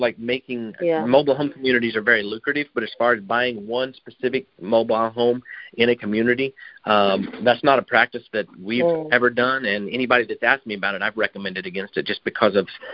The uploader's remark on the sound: Gold Club Q&A Call.